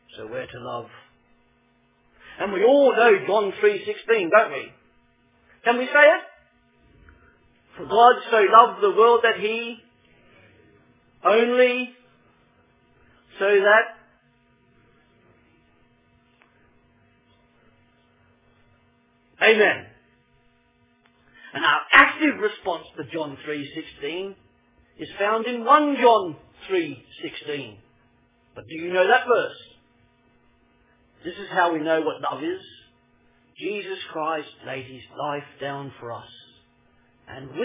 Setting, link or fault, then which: setting, large echoing room